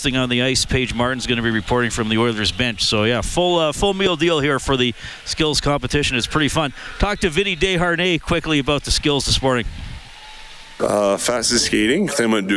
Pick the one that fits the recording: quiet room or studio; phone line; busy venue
busy venue